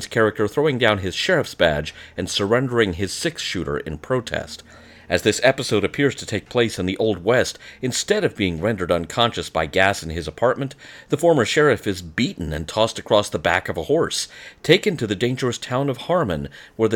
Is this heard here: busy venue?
no